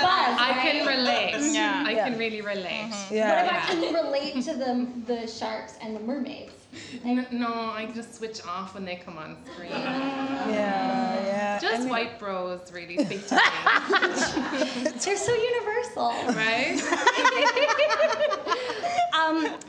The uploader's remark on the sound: Recorded Live at Diverse as F*ck Fest.